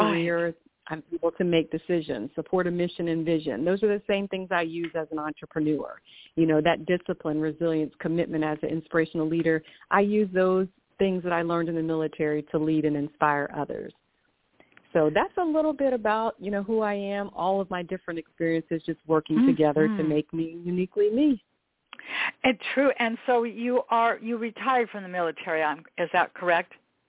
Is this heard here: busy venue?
no